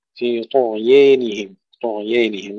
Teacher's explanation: وكلمة طغيانهم فيها الإمالة لدوري الكسائي، في طغيانهم، طغيانهم هكذا يقرأها بالإمالة.